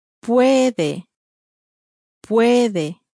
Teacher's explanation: I can ends in an O, he can ends in an E. And the stress is clearly placed on the syllable that is next to last, which again here happens to be the first syllable · Term: penultimate syllable